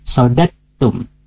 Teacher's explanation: Nah di sini hati-hati, jangan sampai sodadetum dibaca pantul, walaupun di sana ada huruf dal, tetapi dal mati bertemu dengan ta yang hidup ya, satu makhraj ya, berbeda sifat · Term: idgham